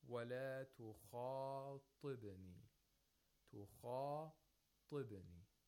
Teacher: we have a kha at the highest level of tafkhim, and then ta, we have a ta at the lowest level of tafkhim.